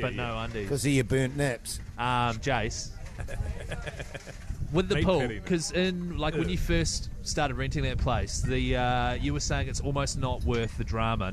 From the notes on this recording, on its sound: They're back for 2024 and LIVE from the Hauraki Gulf!